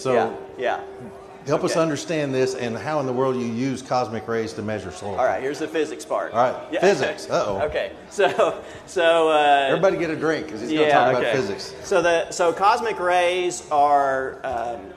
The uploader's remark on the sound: This podcast was recorded at Research on Tap. Research on Tap is held on the third Monday at every month at Stillwater's Iron Monk Brewery. The public is invited to hear presentations from leading researchers at Oklahoma State University.